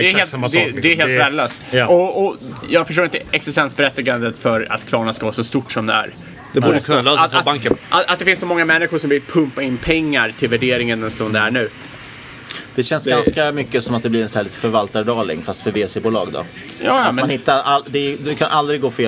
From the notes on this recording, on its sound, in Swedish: Podden reser till USA och spelar in live på stimmig svensk pub i Chicago.